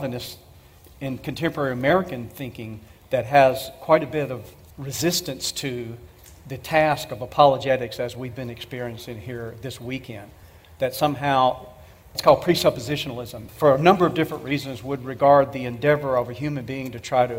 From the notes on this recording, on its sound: Q & A Session Pt 1 – 2023 E and A Apologetics Conference. The Question and Answer time at the 2023 Evidence and Answers Conference.